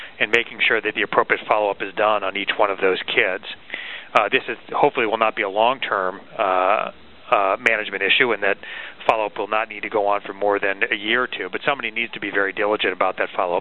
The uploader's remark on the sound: May 2005 Author in the Room® Teleconference